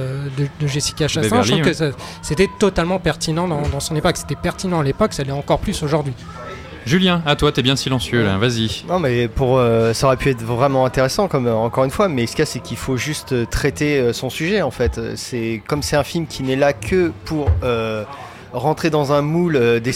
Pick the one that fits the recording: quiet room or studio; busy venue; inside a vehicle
busy venue